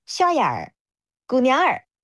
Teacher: 杭州话当中它的这个儿其实都是分开的音节，它不会卷舌头